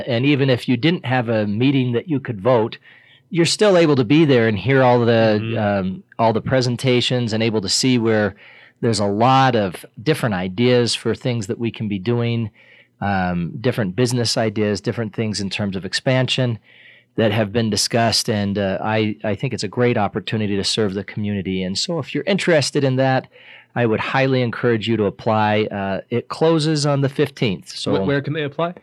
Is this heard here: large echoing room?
no